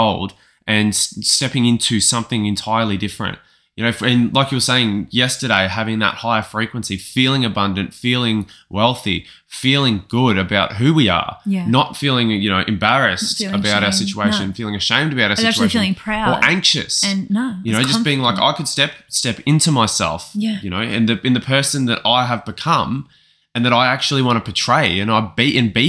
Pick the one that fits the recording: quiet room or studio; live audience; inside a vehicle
quiet room or studio